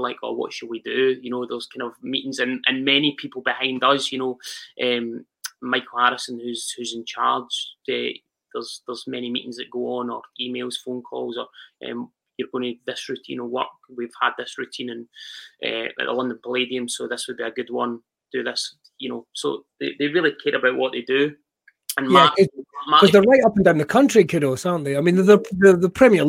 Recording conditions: video call